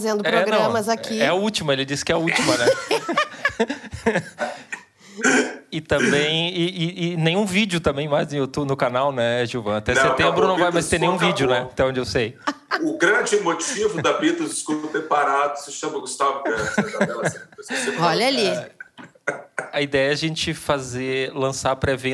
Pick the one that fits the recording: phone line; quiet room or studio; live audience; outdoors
live audience